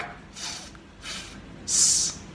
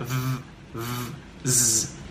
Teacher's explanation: They can be unvoiced, like th, th, s, or they can be voiced, like v, v, z.